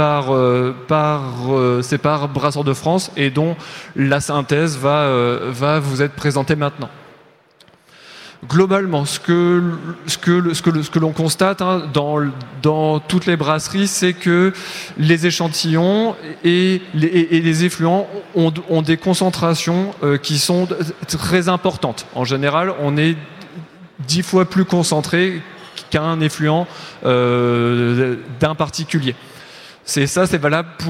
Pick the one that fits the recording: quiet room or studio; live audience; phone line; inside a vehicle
live audience